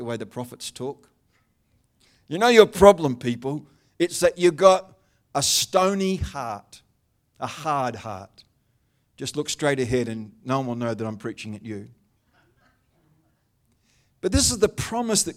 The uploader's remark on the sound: The live stream of Destiny Church Atherton.